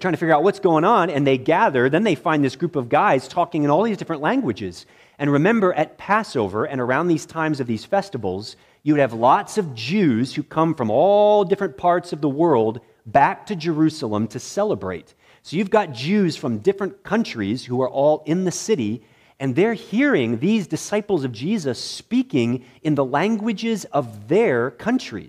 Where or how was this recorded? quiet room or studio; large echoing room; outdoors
large echoing room